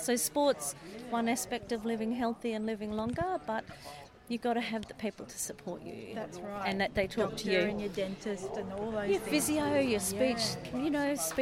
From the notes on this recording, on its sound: captures more of the Special Olympics sounds of belonging, friendship, joy and inclusion